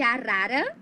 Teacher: é o R de arara, né? O R brando, o R que vibra.